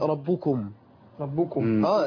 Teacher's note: الكاف المضمومة البعض يلبسها صفة القاف